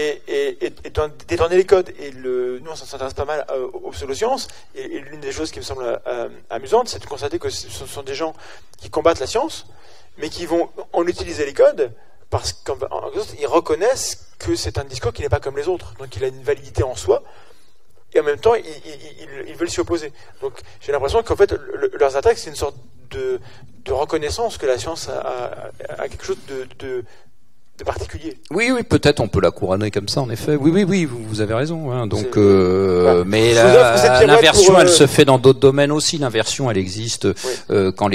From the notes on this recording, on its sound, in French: Enregistré au Museum-Aquarium de Nancy